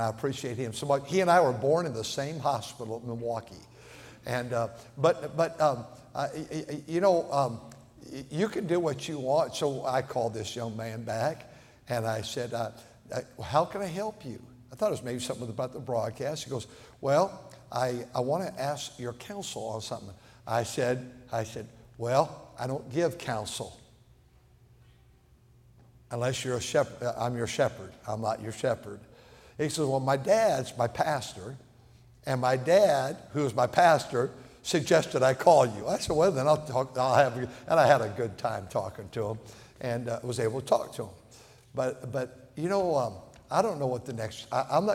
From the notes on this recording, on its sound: at North Valley Baptist Church in Santa Clara, California, during the Wednesday Evening service on January 24, 2024